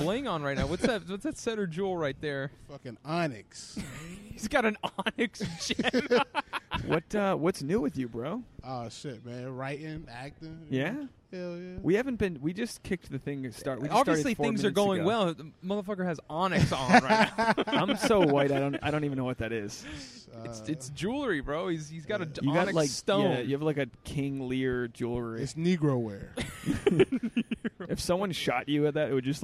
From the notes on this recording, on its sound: Sit down outside a Ben & Jerry's.